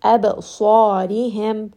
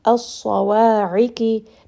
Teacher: You can hear that both of them are heavy. That alif mad is a little bit heavier than the fatha.